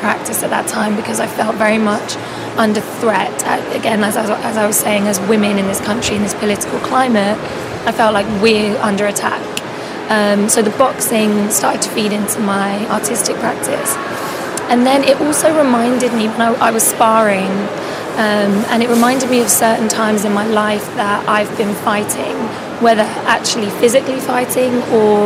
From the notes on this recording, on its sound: Live from Untitled Art Fair